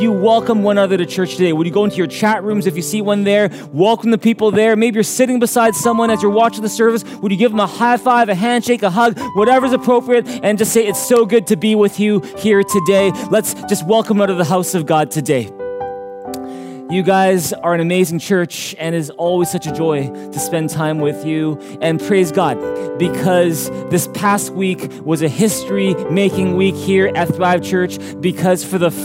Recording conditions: large echoing room